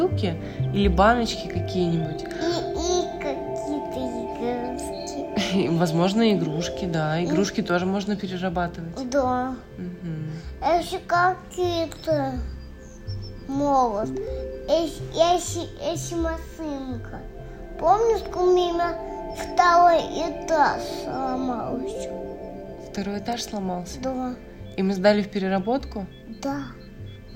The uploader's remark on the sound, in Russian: Этот выпуск составлен из архивных диктофонных записей. Иногда я фиксирую эти беседы себе на память.